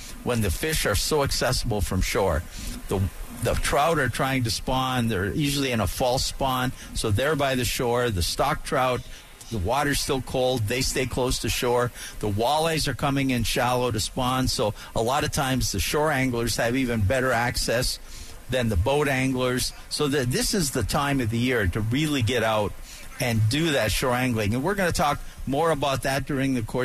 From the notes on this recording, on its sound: live from the AMP Expo